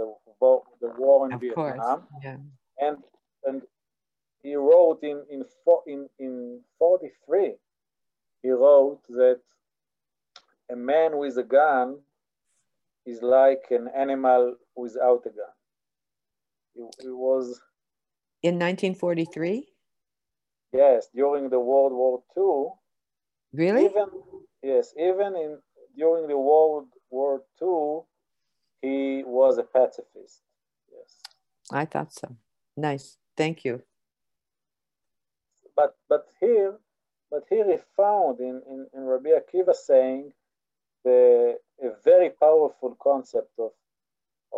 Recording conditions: video call